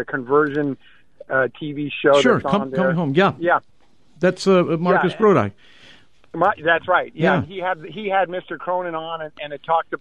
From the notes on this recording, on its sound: We're opening up the phone lines today!